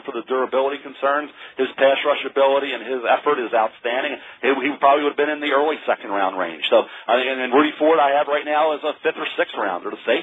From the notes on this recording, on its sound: NFL Draft Conference Call